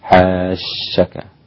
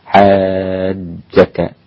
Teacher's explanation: ونراعي الجيم أن تكون من وسط اللسان أقرب إلى الدال منها إلى الشين · Shown in: second take · حتى لا تقول حاشك، تمام؟